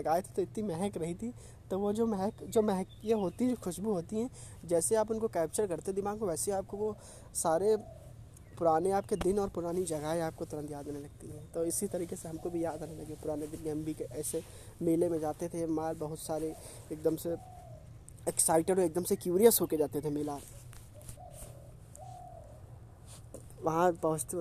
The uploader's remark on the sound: Podcast is recorded in open area at garden so you will listen the March air and the birds voices